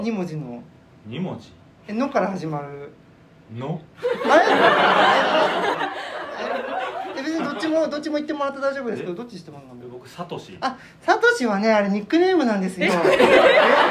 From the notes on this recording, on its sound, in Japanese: 都トム船公開収録の回。都会のトムソーヤ企画のいくきゅうラジオ公開収録の回です。お客様の拍手や歓声が出演しています。